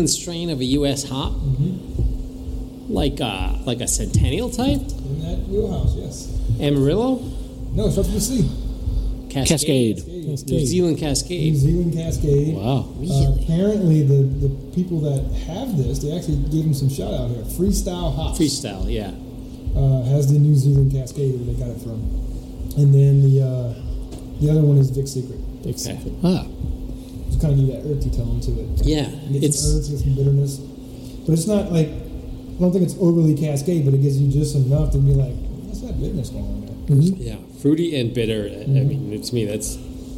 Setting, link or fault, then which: setting, busy venue